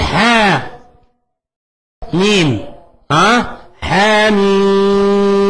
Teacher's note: إذن الألف اللي بعد ها ما فيها مد، والألف اللي بعد طه من طه ما فيها مد